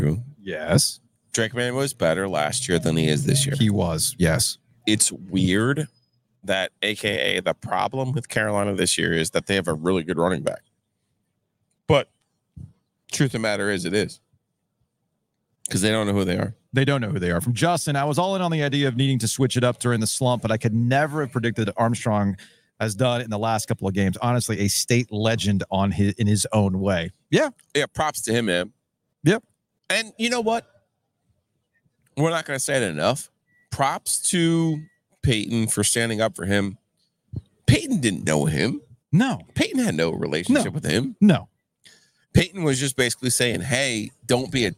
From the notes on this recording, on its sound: From the Breeze Thru parking lot. Live from the Breeze Thru on Trinity Rd.